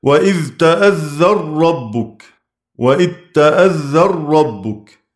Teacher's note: أدغم النون في الراء بعده